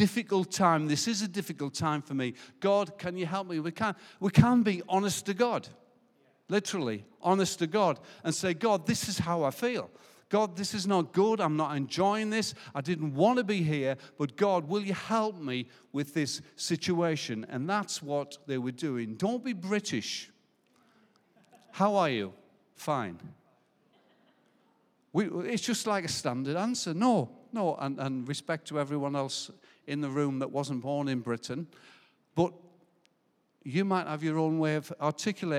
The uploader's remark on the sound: Recorded live at Life Church Lancashire on the 7th November 2021.